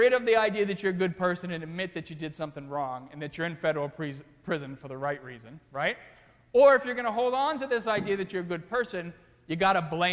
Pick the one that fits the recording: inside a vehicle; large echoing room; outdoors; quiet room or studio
large echoing room